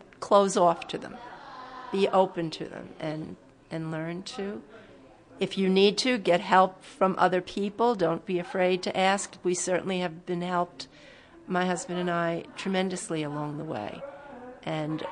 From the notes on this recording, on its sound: Live performance, community event and radio broadcast based in the New York's Catskills region.